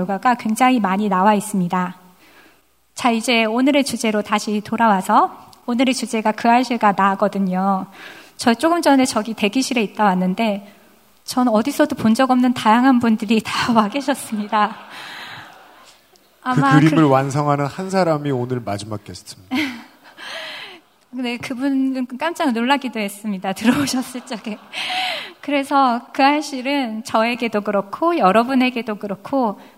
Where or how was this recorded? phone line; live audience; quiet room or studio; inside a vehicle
live audience